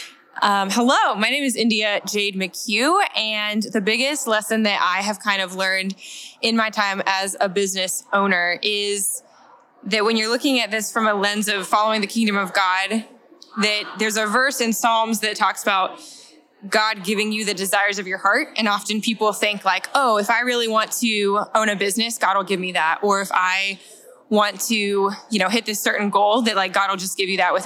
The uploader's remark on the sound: At The Heart Conference earlier this year we had a bunch of attendees sit down and share each of THEIR biggest lessons they’ve personally learned in their business. We LOVED getting the opportunity at the conference to just point the mic at YOU.